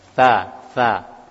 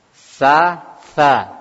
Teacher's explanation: ujung lidah ketemu dua gigi seri atas, tha tha. Kalau yang sin ketemu dua gigi seri bawah